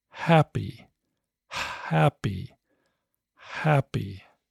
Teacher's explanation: There are dialects of English where we drop H at the beginning of a word, but it's not my dialect